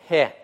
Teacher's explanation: Одна из гортанных букв отсутствует в русском языке. Произносится как придыхание. Хе. Заметьте, я не говорю ее как хе.